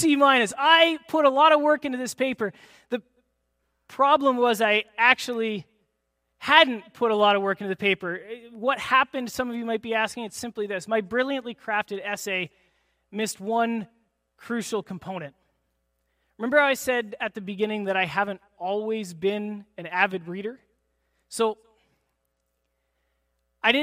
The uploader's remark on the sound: This is audio taken from the April 16, 2023 Sunday sermon at FBC Charlottetown PEI Canada.